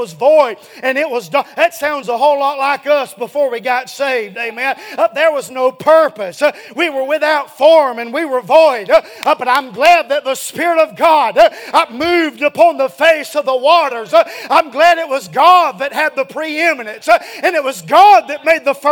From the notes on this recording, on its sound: A sermon preached Wednesday Evening